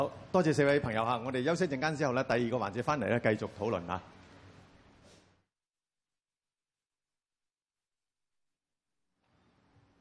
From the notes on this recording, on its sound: 舉行地點: 維多利亞公園涼亭 Venue: Band Stand, Victoria Park.